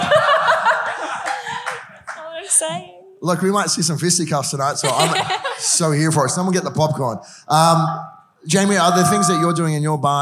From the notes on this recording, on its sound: This episode is a recording of a panel chat I had up in Brisbane as part of Paramount Liquor’s Future Proof event.